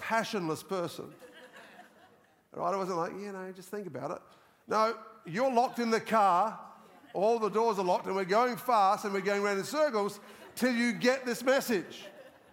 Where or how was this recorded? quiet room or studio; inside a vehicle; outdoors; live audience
live audience